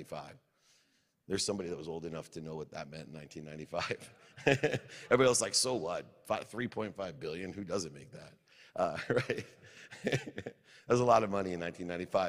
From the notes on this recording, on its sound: Today's episode is from a speech I gave earlier this year at the Grow For God Conference in Kentucky.